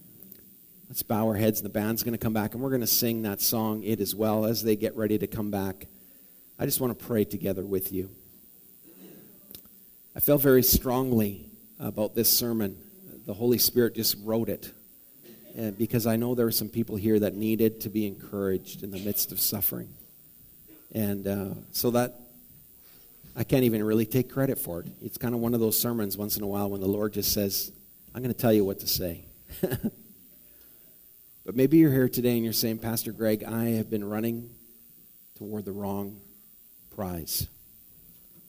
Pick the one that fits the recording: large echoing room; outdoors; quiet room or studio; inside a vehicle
large echoing room